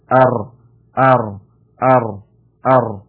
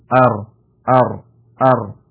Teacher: راہ کے اندر جو ہے وہ اس کی آواز ریپیٹ ہوتی ہے سنائی دیتی ہے · Term: تقریر